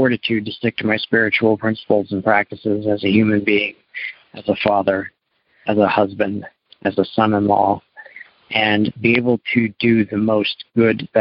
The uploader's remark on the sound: Maine - Monday Noon Phone Speaker Series.